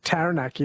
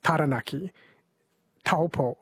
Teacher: for Māori pronunciation is they don't have the a sound like cat · Shown in: second take